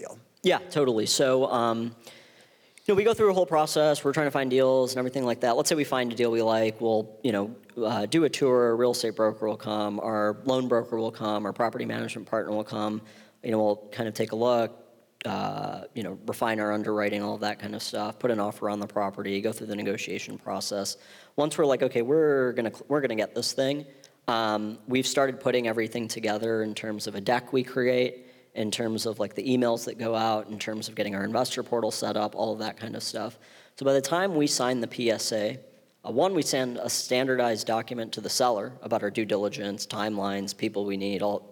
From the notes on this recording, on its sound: on stage at Re-convene '22 in Santa Monica